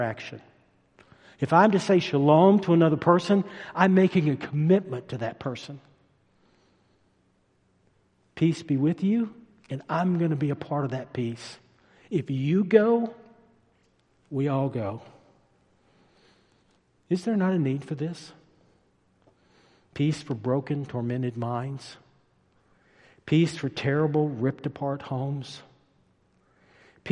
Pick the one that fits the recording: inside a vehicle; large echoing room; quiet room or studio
large echoing room